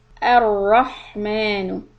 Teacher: The ra will be heavy and ha we will give a little time because it is a letter of hams and the sound should be clear